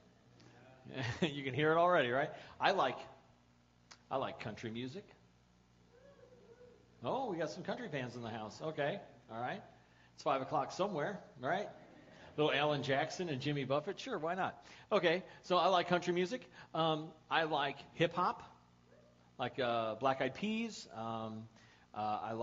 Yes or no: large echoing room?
yes